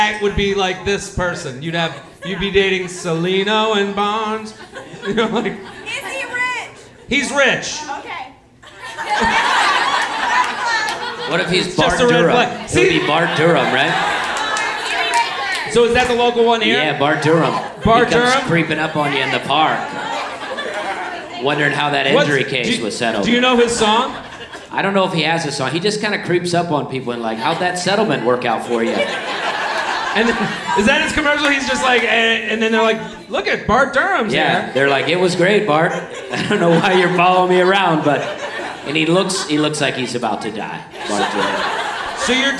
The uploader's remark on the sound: LIVE From Zanies in Nashville